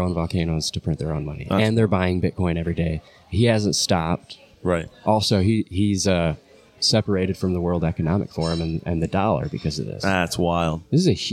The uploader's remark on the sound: This is a unique podcast we did it live at Embassy Coffee Shop.